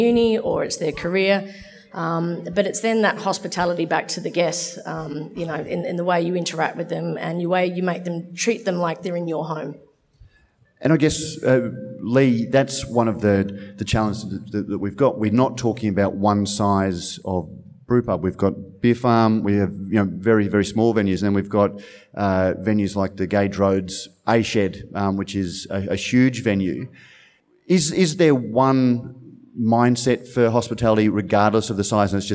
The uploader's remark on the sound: This panel discussion was recorded as the recent Western Australian Brewing Conference in Perth.